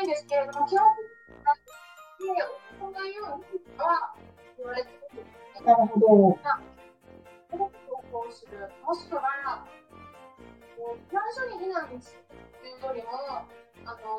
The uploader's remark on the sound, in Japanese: 音質注意。インスタコラボライブにて。音声が途切れがちだったり、 くぐもったり、 どちらかの音声が大きかったり小さかったりしています。